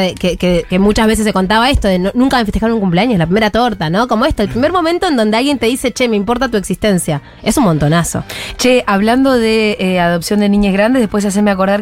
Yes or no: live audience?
no